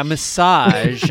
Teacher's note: I held on to the second syllable a little bit